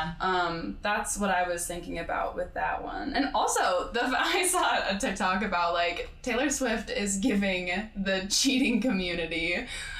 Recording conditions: echo